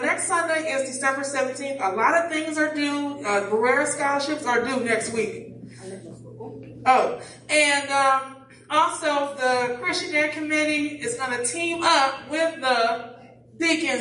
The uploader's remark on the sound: Praise and Worship Service.